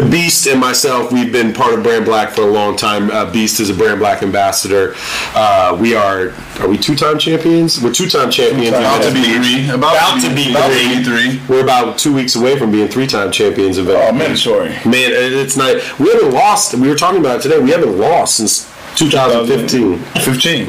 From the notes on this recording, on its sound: Squeeze their first guest into the studio without the appropriate number of mics. Audio quality aside.